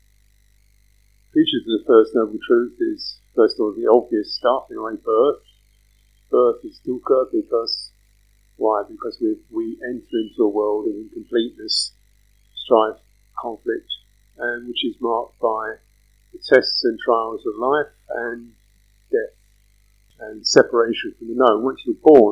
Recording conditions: poor sound quality